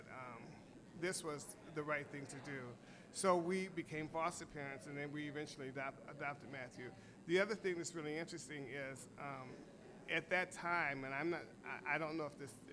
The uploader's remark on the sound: Live at Cultivate